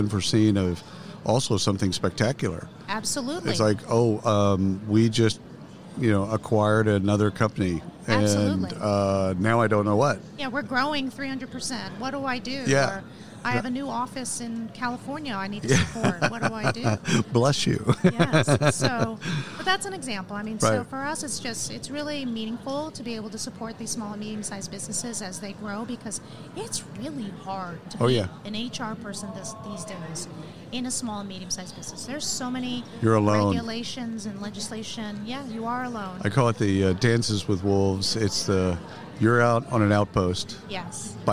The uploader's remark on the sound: Live from SHRM 2022